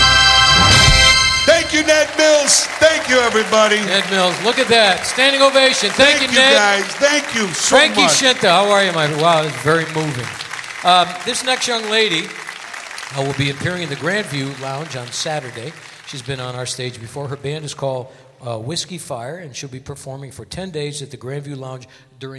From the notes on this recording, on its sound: Live at the Southpoint Casino